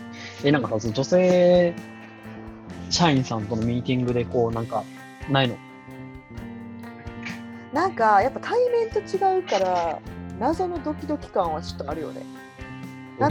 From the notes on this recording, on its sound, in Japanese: Zoomで収録回。今回は噂の「Zoom」で収録しました。